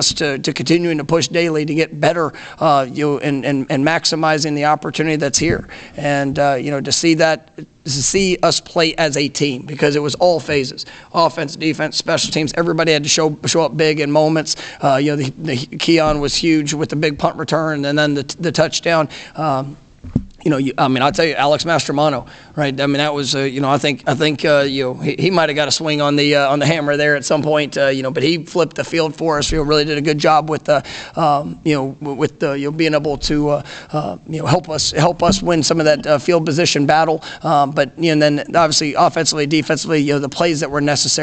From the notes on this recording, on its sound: Postgame press conference after win over Miami.